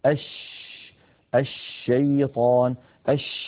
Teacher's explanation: ونقول التفشي هو انتشار صوت الشين من مخرجه، يعني من وسط اللسان، حتى يصطدم الصوت الخارج بالصفحة الداخلية للأسنان العليا. أش لما نقول أش يبدأ صوت الشين من مخرجه، يعني من وسط اللسان، ثم يتابع الصوت خروجه فيصطدم بالصفحة الداخلية للأسنان العليا، فينشأ عن هذا العمل كله انتشار لصوت الشين في أرجاء الفم ويتابع خروجه خارج الفم.